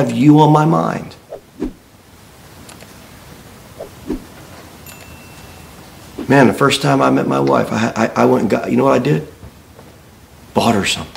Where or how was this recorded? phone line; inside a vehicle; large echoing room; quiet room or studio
large echoing room